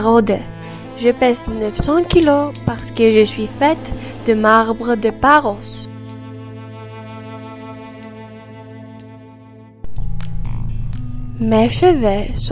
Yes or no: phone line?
no